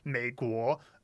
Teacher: a tone pair like a meiguo is a third tone, second tone